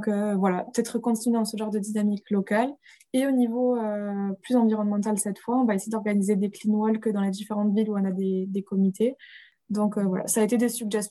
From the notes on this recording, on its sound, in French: pour la première fois enregistré en visioconférence